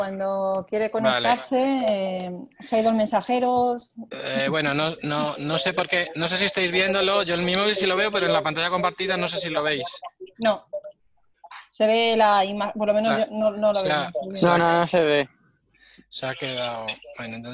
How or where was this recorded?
video call